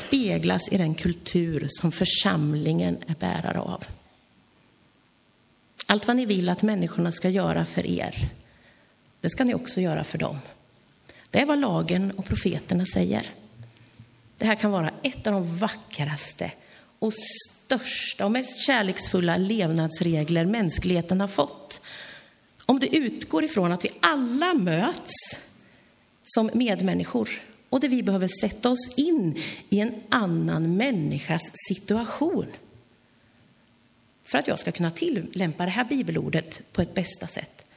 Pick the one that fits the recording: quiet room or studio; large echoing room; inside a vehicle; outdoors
large echoing room